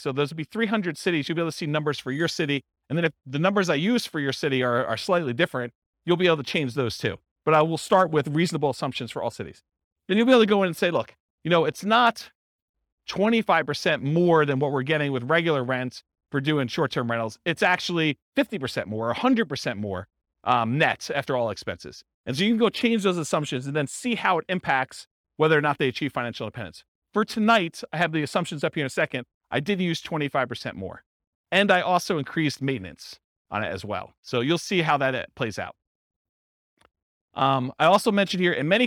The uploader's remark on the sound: This was a live class recorded